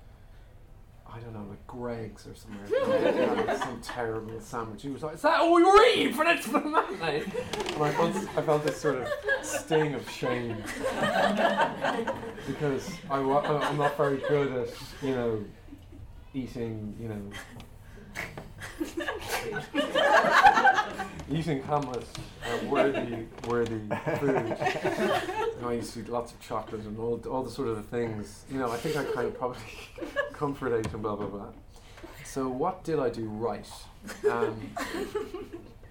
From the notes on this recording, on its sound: Recorded back in 2019 at a special Irish Film London event. In conversation with some lucky young actors.